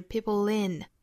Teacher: There's always gonna be people inthis。这个 people 和后面的 in 需要做一个连读，就是 peoplein。那我们注意这里面是发成一个舌侧音，就是 l 这个音和元音的连读